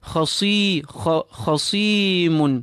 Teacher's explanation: Kha full. Saad. Nice and full despite its kasra.